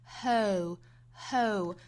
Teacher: 最后呢舌侧音要求我们舌尖去顶到上齿龈的位置哈